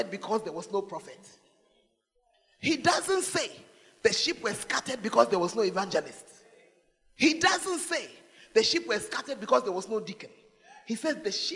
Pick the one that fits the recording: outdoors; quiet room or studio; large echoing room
large echoing room